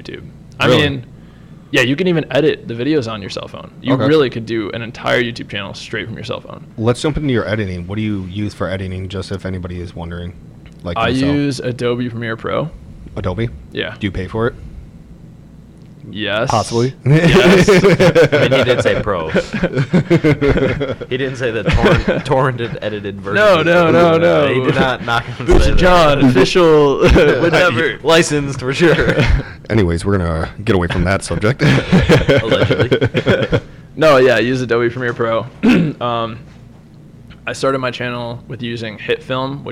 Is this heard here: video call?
no